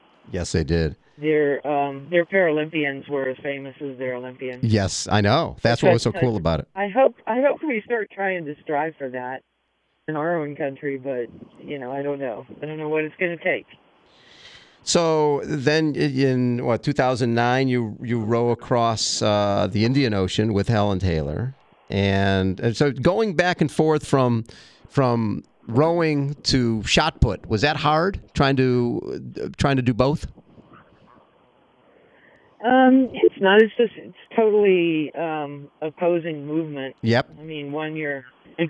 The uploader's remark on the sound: Is in the midst of rowing 3,000 miles from California to Hawaii. She took time out from rowing 12 hours a day to chat with us on her satellite phone.